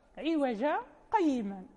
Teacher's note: يسكت يسيرا دون تنفس · Term: السكت